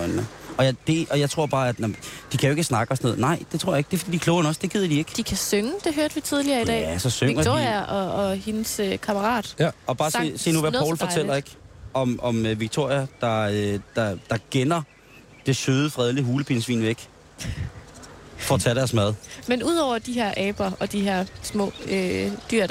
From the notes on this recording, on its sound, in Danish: Der sendes live fra Joboland på Bornholm.